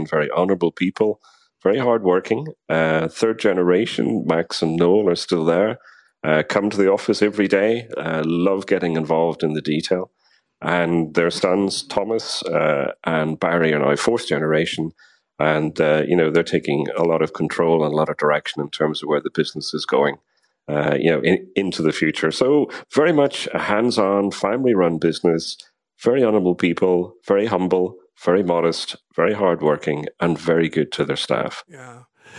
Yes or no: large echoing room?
no